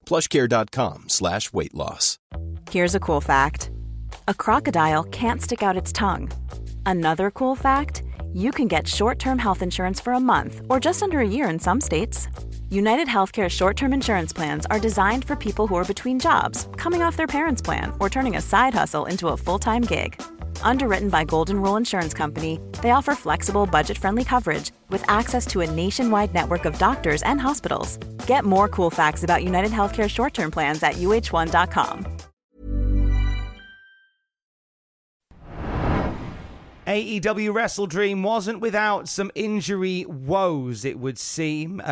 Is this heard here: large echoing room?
no